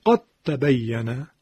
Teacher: دال رو از بین میبریم، به جایش تا رو تشدید میدیم. · Term: ادغام